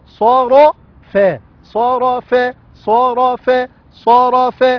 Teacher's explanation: مش عاوزين تفخيم الصا والرا يغلب الفا